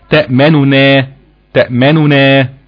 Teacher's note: ولكن الروم هيبقى في عندنا هنا نونين، هيتم اختلاس الحركة في النون الأولى